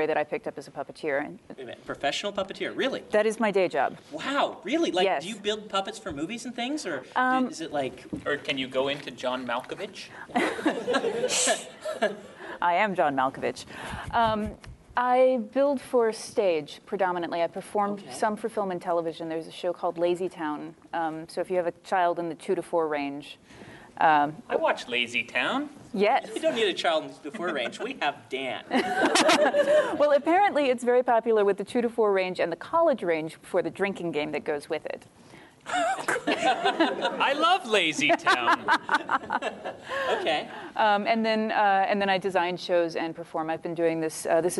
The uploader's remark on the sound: She joined us at WorldCon 67 in Montreal, and totally schooled us in front of a live audience.